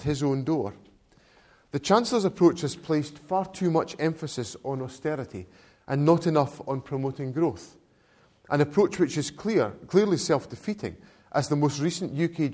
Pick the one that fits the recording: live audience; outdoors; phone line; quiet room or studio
live audience